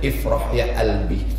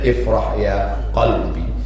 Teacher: Dan huruf Qaf dia robah menjadi alif. · Shown in: first take